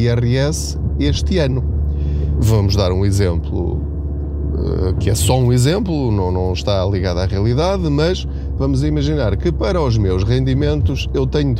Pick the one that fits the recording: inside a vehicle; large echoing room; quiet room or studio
inside a vehicle